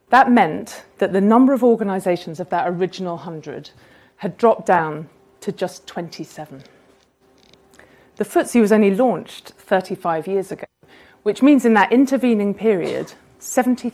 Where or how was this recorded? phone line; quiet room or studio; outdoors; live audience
live audience